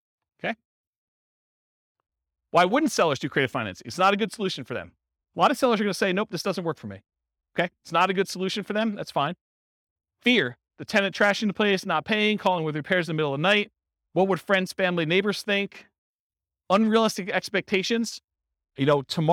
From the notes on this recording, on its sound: Real estate entrepreneurs in Lakewood, Colorado. This was a live class recorded. Live in-person version.